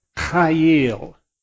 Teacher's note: It kind of needs to scrape across the roof of your mouth when you say it. If you say it smoothly, you're not saying it correctly, and you may want to have a towel to offer to the person in front of you when you're done. · Term: gutturalize it